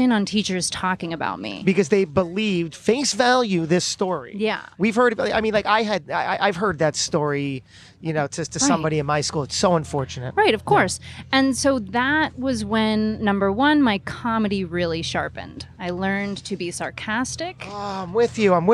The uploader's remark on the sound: This episode was recorded live at the 2019 Propelify Innovation Festival (created by Aaron Price) and is part of Podcast Row.